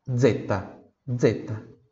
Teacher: a pronúncia dolce da letra Z, que é com esse sonzinho de DZ, tá? A própria letra, o nome da letra, né?